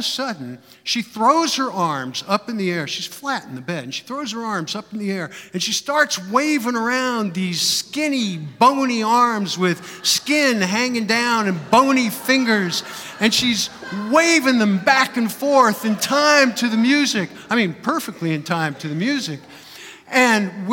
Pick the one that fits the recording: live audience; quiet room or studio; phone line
live audience